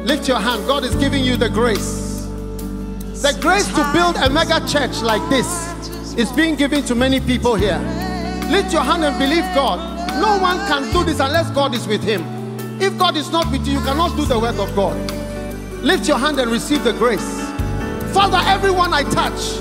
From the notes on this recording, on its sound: Preached at The City Harvest Church, Singapore.